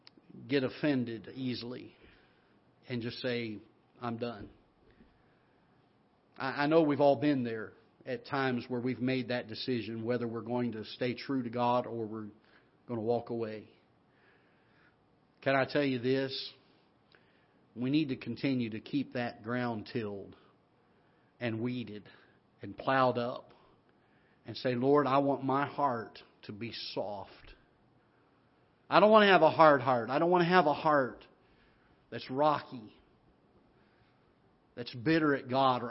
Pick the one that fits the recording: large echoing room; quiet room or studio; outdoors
large echoing room